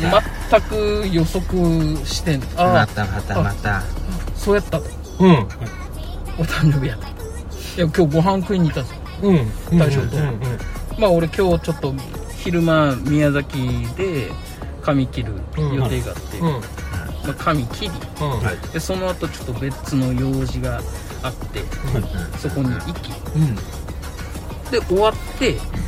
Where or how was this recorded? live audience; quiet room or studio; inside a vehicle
inside a vehicle